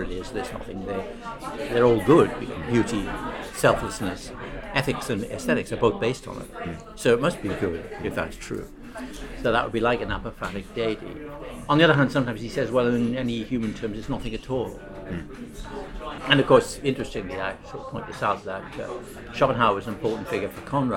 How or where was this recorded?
busy venue